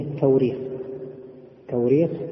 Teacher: وأيضا تنطق التوريخ لأن الهمزة تبدل بواو في بعض المواضع